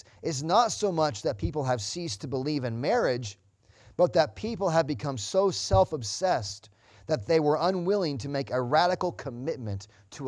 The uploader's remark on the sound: Sunday Morning Service Audio